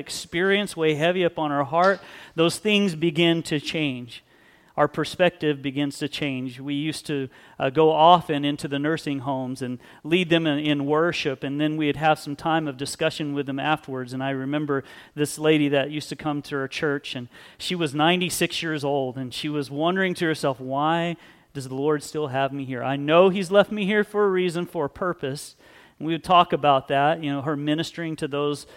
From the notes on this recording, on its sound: Sunday Service